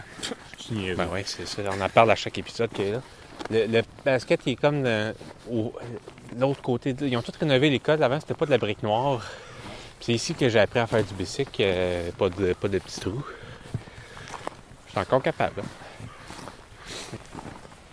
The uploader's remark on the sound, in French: Enregistré dans les rues de St-Hyacinthe